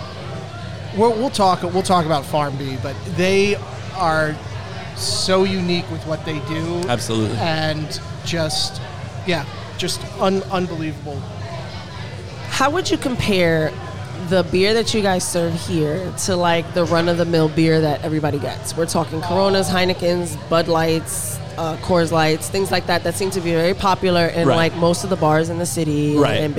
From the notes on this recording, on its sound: We spent the evening podcasting live from craft beer mecca, DeCicco and Sons in Brewster, NY. We spent the evening podcasting live from craft beer mecca, DeCicco and Sons in Brewster, NY. Joining us for a tap takeover was Diner Brew Company , Plan Bee Brewery, Industrial Arts Brewing. What you won't hear are the dedicated crew behind the bar who help organize this great event.